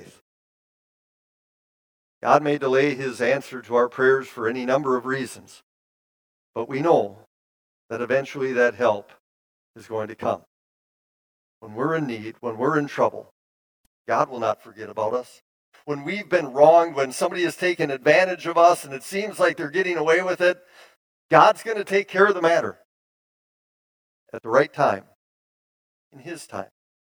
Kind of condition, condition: setting, large echoing room